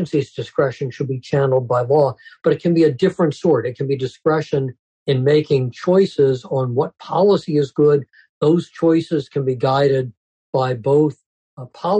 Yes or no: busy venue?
no